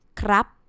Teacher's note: Don't release the ending sound, P sound. Krap, close your mouth and your nose, your throat. · Term: stop sound